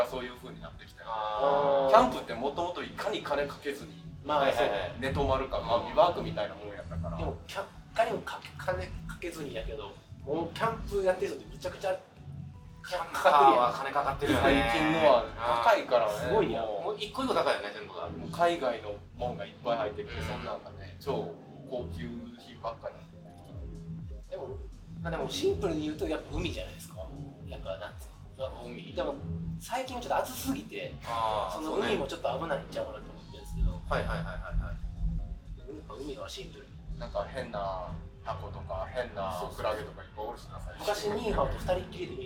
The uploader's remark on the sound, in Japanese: 大阪城野外音楽堂・楽屋での収録になり。音声が聞き取りづらくなっております。